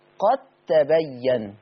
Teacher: مشددة. طالما ان جالك حرف عاري من التشكيل واللي ورا منه مشدد، يبقى ده اسمه إدغام، يبقى المنطوق هو التاء